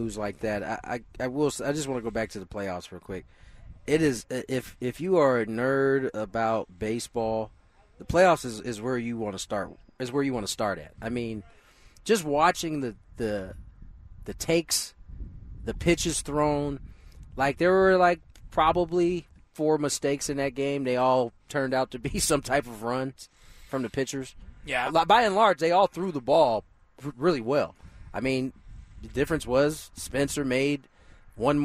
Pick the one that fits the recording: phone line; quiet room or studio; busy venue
busy venue